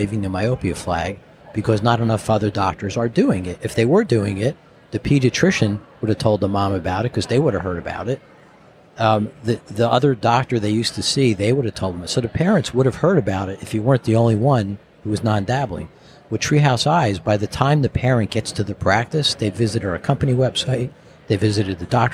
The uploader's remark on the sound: Recorded at Vision By Design